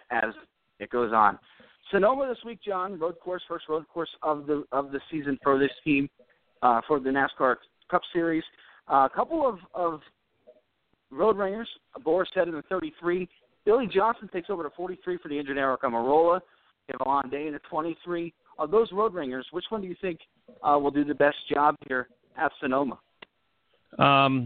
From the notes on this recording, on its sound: Taking your phone calls